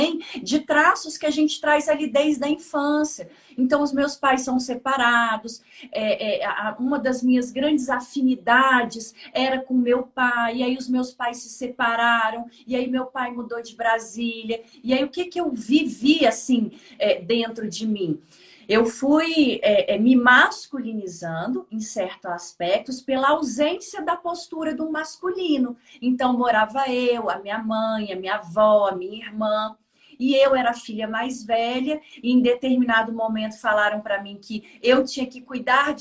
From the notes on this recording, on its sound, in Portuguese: Live do IG.